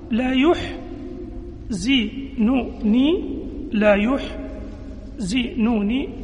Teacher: بضم ياء المضارعة وكسر الزاي · Term: قراءة نافع